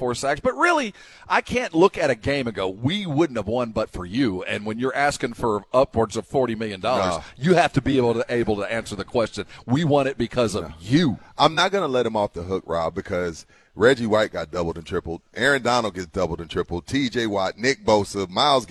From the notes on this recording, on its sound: LIVE AT SA CARD HOUSE